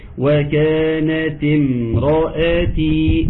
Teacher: وكانت امرأتي، الواو مرققة والمد الطبيعي